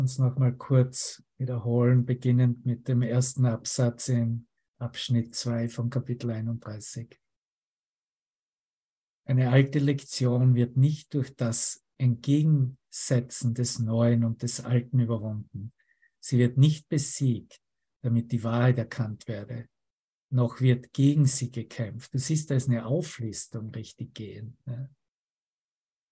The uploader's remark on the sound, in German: Zoom-Session. Veranstaltet von der Aleph Akademie.